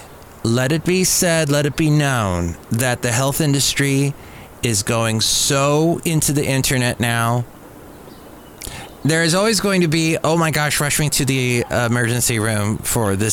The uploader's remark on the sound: podcasts live from Café Anyway